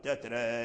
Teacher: أمال ورس الألف وأمال الراء · Term: الإمالة